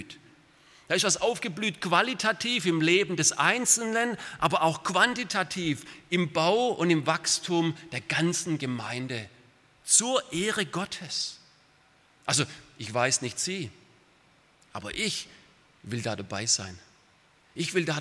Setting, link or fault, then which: setting, large echoing room